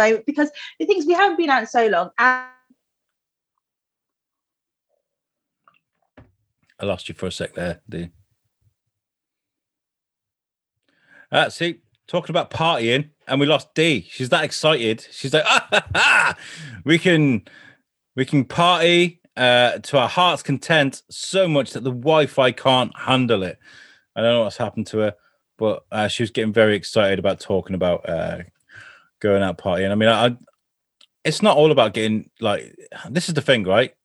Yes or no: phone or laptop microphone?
no